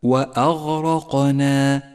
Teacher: الهمزة مرققة والغين والراء والقاف حروف مفخمة والنون مرققة والألف التي بعدها تبعتها في الترقيق